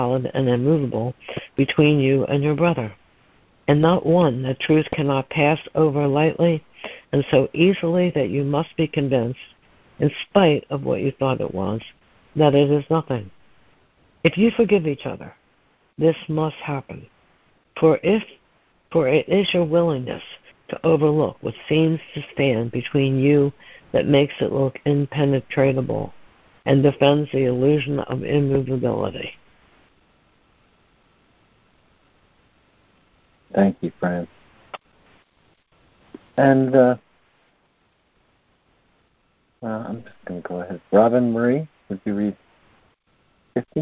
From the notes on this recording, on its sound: ACIM Daily Conference Call